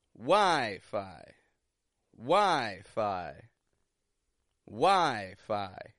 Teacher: Getting it strong in the beginning, kind of stretched out, lengthening that vowel sound, stressing it. · And here we see that the first syllable the beginning part of the word is stronger than the second part of the word. Both syllables have the exact same vowel sound, a long I, but only the first is stressed. The second, on the other hand, is unstressed, quick, and quiet. · Term: syllable stress